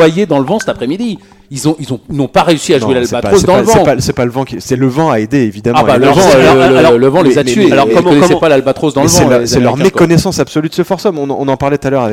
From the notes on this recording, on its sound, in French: Enregistré le vendredi 28 septembre 2018 au Golf National, 78180 Saint-Quentin-en-Yvelines